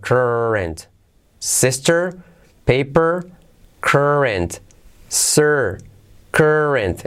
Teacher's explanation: ya sabéis que la R genérica se come a la vocal de delante